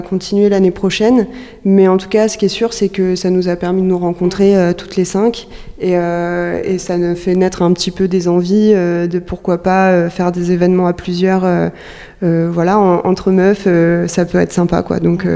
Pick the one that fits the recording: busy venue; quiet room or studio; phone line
busy venue